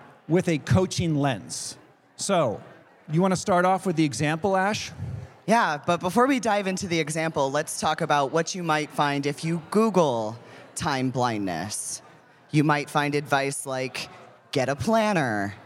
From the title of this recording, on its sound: Live! at the Annual International Conference on ADHD